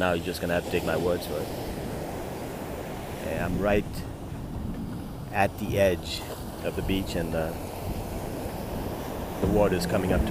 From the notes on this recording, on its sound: Live at the oceanfront